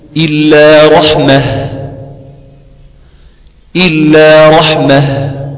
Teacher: فيتم الوقوف على كلمة رحمة بالهاء من غير تنوين